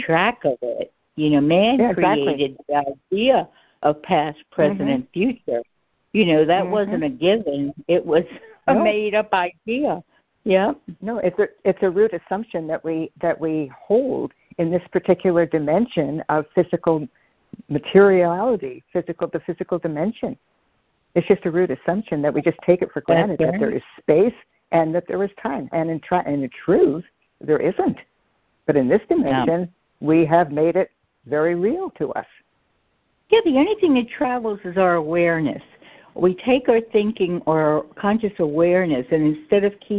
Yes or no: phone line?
yes